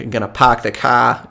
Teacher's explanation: the R is omitted almost, it's R less